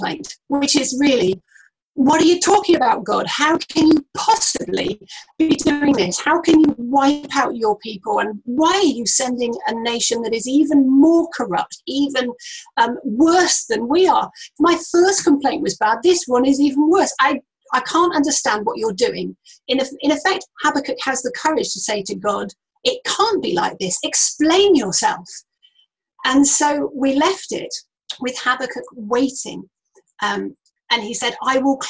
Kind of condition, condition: link, video call